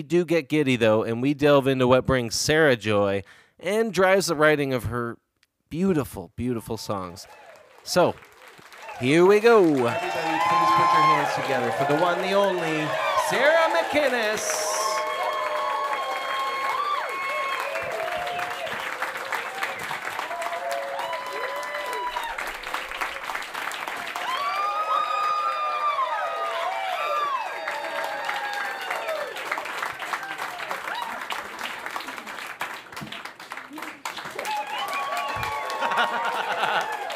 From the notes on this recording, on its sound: Recorded live on stage at The Union Street in Berwick, Nova Scotia.